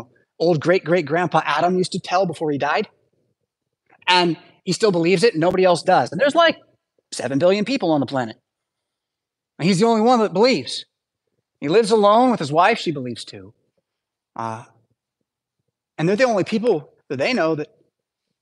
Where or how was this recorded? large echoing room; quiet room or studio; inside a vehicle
large echoing room